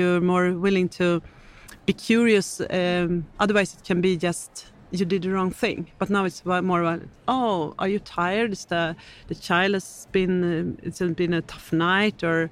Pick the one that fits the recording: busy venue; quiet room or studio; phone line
busy venue